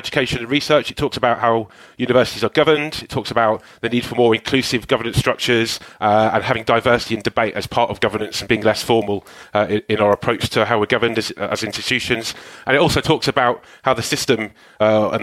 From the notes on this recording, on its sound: live from Advance HE's governance conference in London